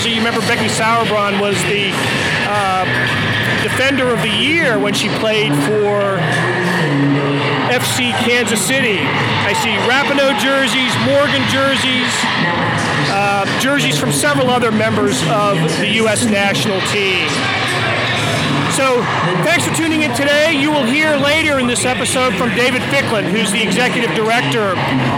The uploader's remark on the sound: Reports on location from downtown Kansas City’s Power & Light District, which hosted a watch party for Tuesday’s Women’s World Cup semifinals. Hundreds cheered on the USA team, who beat England 2-1.